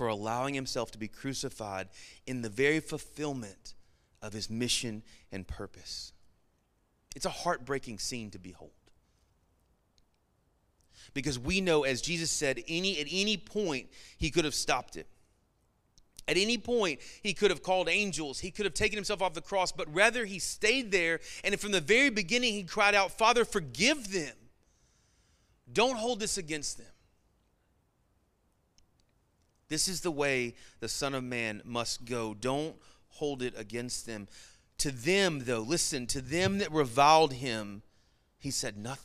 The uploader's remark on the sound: Sermon Audio from our Worship service